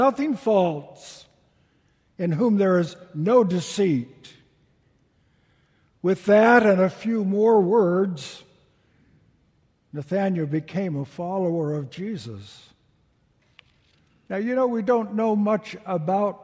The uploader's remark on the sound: Delivered during the Traditional Worship service